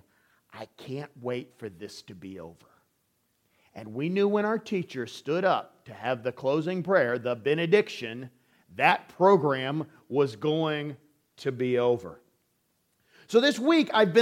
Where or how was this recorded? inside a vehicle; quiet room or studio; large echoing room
large echoing room